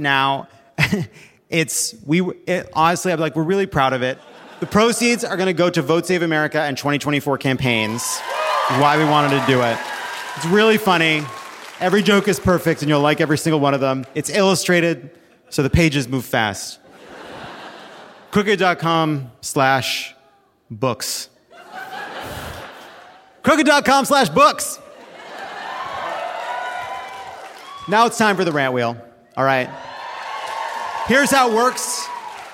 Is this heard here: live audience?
yes